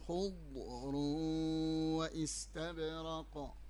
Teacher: ضروري ما تعطوا الاستطالة، وفي زي يعني زي ما تقولي التأني، تأني في الضاد باش تطلع الاستطالة متاع الضاد